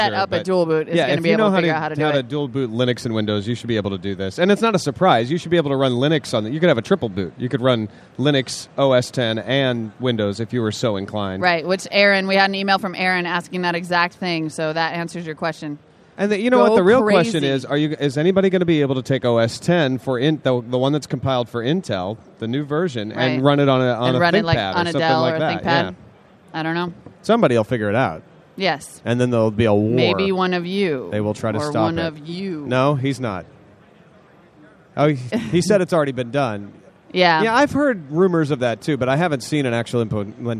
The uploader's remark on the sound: Live from Macworld.